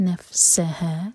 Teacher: ता पर हम्स करेंगे नफ़सहा फ़ा पर फूंक वाली आवाज़ नफ़सहा सीन सीटी की आवाज़ के साथ